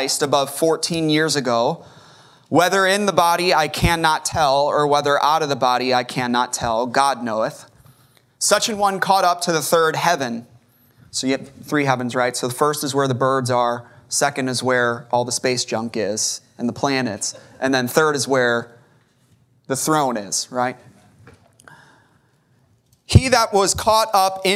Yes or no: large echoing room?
yes